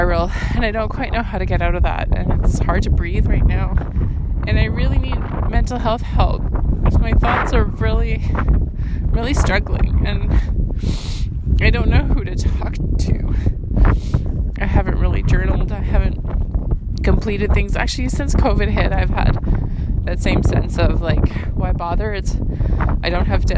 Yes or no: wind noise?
yes